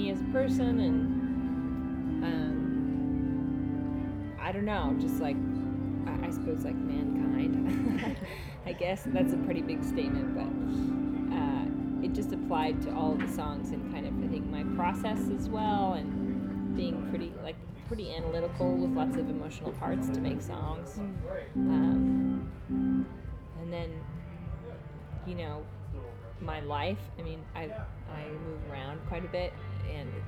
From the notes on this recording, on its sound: First try recording remotely, so be kind about janky transitions and auxiliary noise.